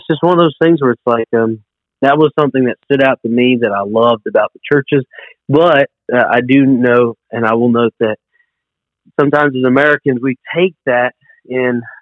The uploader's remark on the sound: This week, we put together a phone interview.